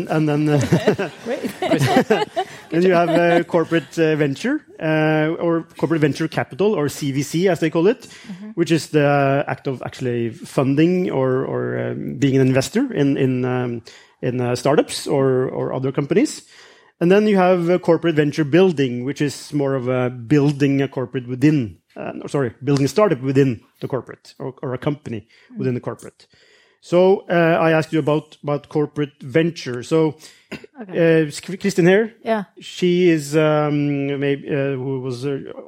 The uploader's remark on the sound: This episode was recorded during Oslo Innovation Week , at the Reodor Studios Event. This episode was recorded during Oslo Innovation Week , at the Reodor Studios Event.